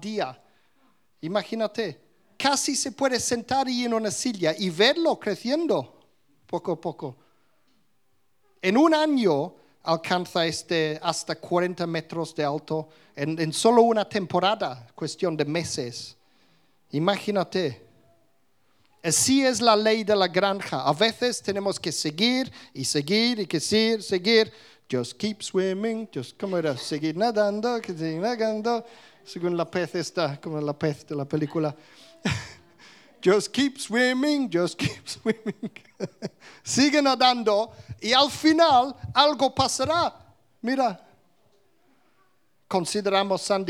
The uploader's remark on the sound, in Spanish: Grabado en directo en la Comunidad Cristiana de Vilafranca, Mallorca, España.